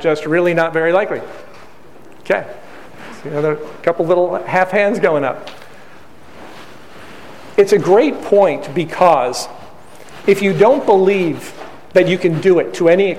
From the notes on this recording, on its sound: A few weeks ago, I posted a podcast and conducted a live training session in Chicago on the topic of Total Market Domination. A sneak peek inside the live training I conducted recently.